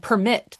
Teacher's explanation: there's a difference in stress pattern with more first syllable stress in Southern English